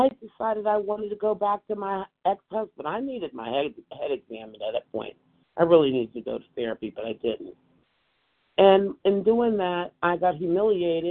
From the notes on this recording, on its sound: From the 100 Pounders Phone Meeting, 1/17/24.